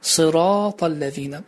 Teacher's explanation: Bəzən biz deyirik sırata-ləzinə, halbuki orada sırata-ləzinə, yəni ra hərfindən sonra bir kiçik çəkər əlaməti var, uzatma əlaməti var və bu uzatma iki hərəkə miqdarında uzadılır